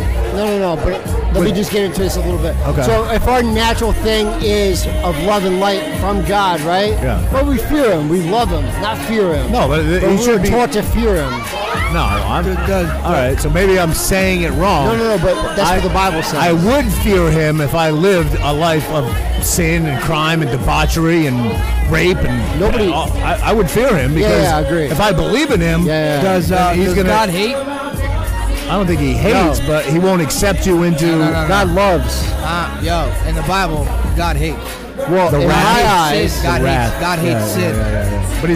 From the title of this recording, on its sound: Live From Pilsner Haus Biergarten